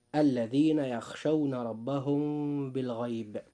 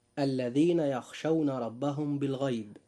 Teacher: أما القراءة الخطأ التي لا يجب أن ننطقها فهي كالتالي: الذين يخشون ربهم بالغيب، أي أننا أظهرنا في هذه القراءة الخطأ الميم وحدها والباء وحدها، فليس فيهما كما سمعتم إخفاء شفوي · Shown in: second take